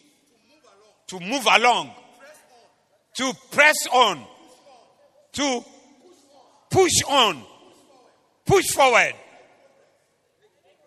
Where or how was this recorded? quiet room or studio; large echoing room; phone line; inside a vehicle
large echoing room